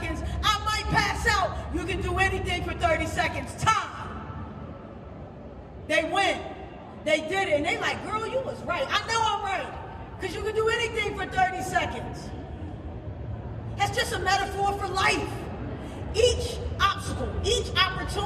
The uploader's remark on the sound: Live From Toronto Canada.